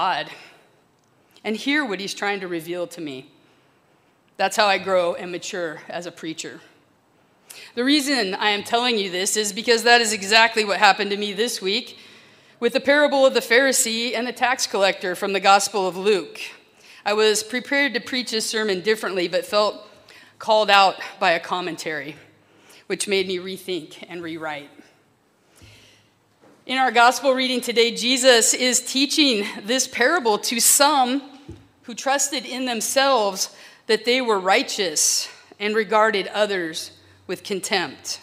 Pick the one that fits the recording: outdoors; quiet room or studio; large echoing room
large echoing room